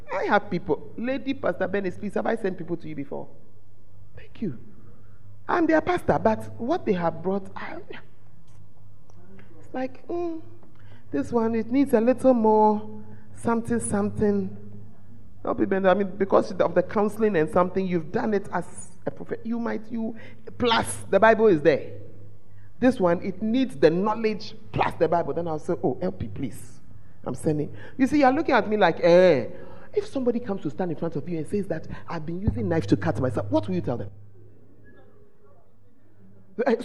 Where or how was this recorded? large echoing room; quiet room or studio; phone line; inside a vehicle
large echoing room